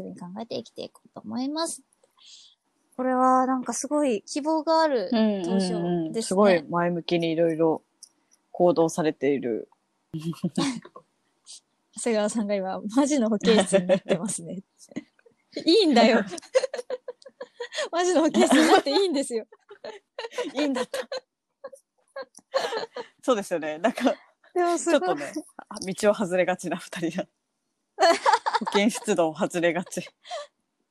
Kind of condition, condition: link, video call